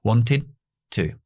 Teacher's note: No se puede hacer rápido. Así que subo la lengua y luego para la D y exploto para la T.